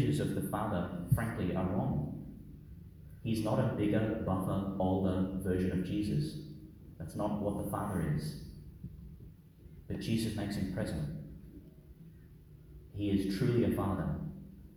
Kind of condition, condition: setting, large echoing room